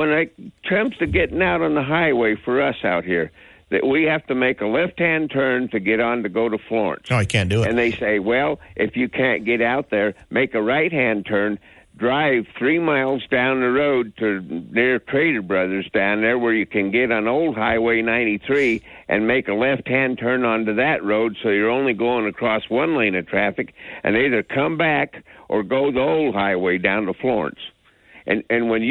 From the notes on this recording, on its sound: We had open phones during the first hour. Took calls for a full hour.